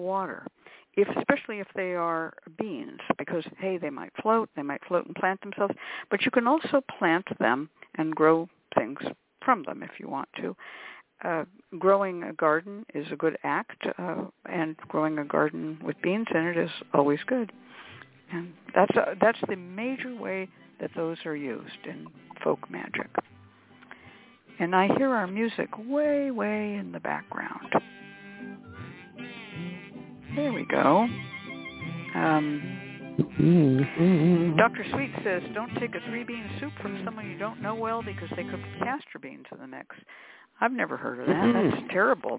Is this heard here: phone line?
yes